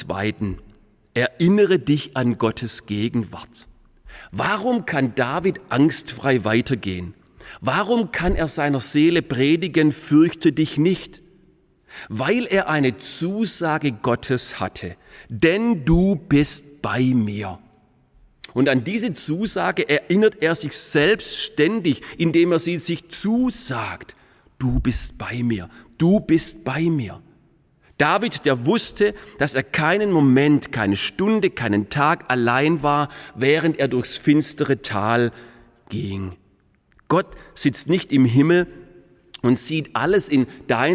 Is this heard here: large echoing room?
yes